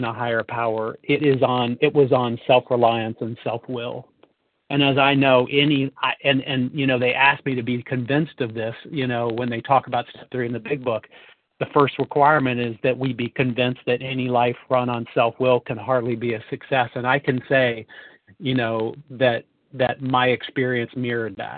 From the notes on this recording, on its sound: from the 100 Pounders Phone Meeting